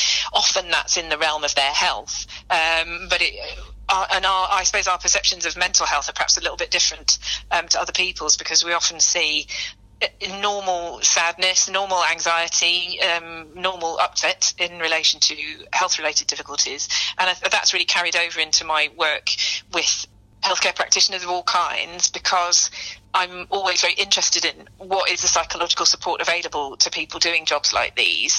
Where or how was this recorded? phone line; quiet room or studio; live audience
phone line